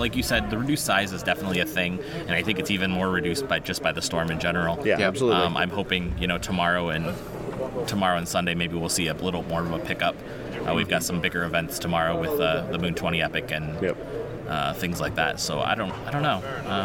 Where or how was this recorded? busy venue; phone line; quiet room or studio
busy venue